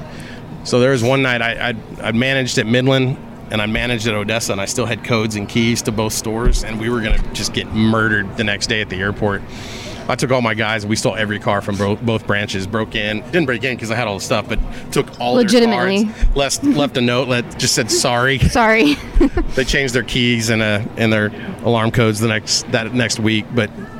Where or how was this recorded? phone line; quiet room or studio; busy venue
busy venue